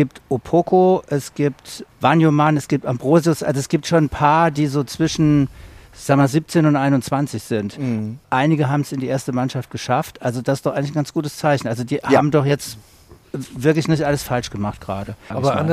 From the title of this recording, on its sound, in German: Ein Fußball-Tribünen-Gespräch